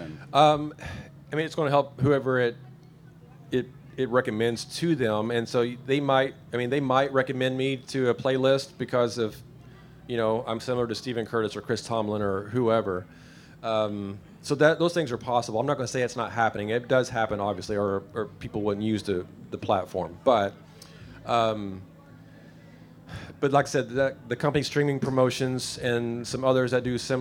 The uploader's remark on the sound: This week I’m talking with a live audience at Lifest in Osh Kosh, WI. Answering questions from the audience.